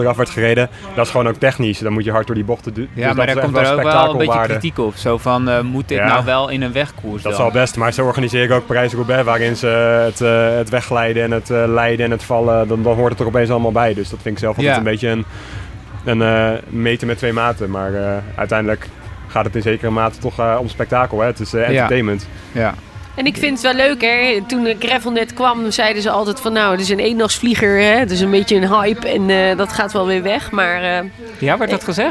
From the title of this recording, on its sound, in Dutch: Live vanuit Epe bij het eerste officiële NK Gravel